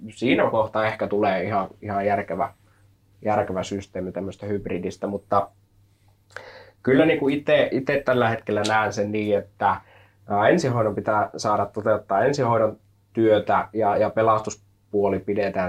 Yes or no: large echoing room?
no